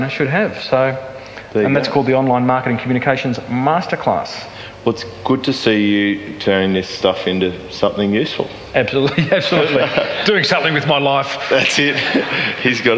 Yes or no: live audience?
yes